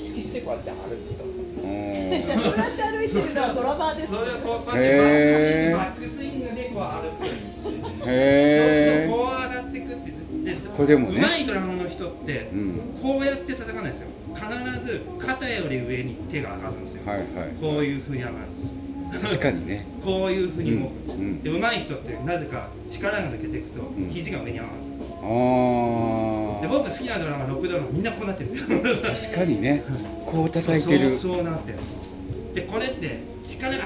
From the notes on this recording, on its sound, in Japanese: Dining Cafe Olive ドラム教室後の会話。花小金井にあるDining Cafe Olive さんで、行われているドラム教室を体験してきました。その時の教室後の会話を録音してきました。